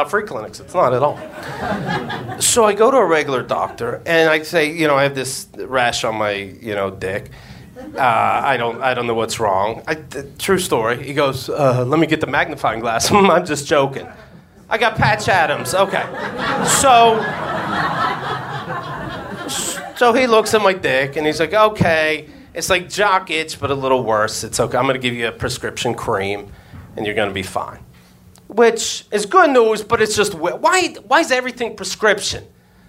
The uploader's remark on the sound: Live From NYC Podfest 2014.